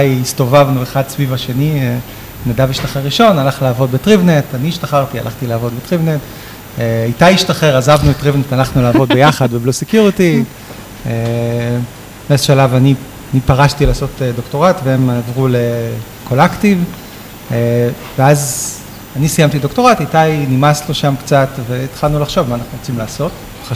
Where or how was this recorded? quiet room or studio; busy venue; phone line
busy venue